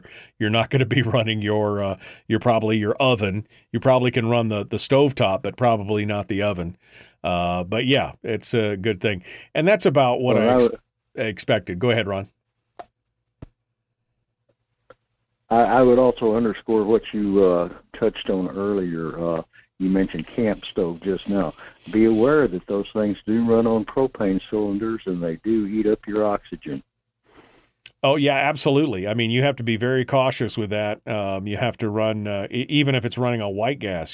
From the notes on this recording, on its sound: We'll also open up the phone lines for your calls.